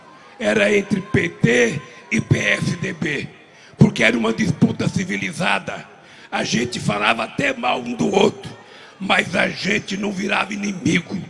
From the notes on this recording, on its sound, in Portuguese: Participou em Aracaju de ato público no Centro de Convenções de Sergipe.